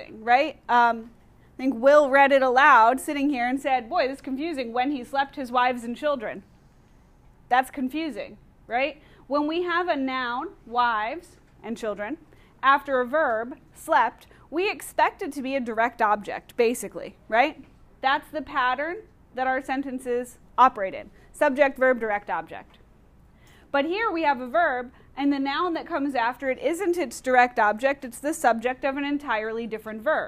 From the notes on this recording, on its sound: Audio recorded in class